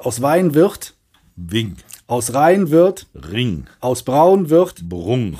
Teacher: im Kölschen sind an Wörter, die mit einem N enden, gerne noch ein G angehangen · Term: Velarisierung